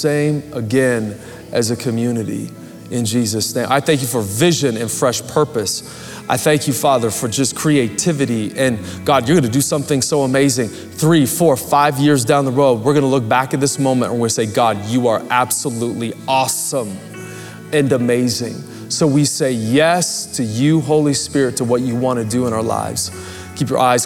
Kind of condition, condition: setting, large echoing room